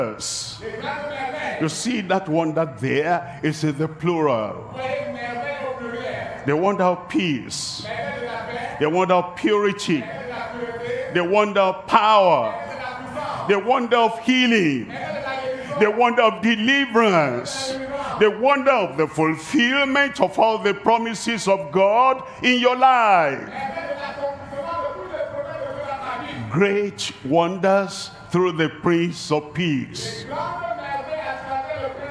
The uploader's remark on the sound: Live from Douala, Cameroon.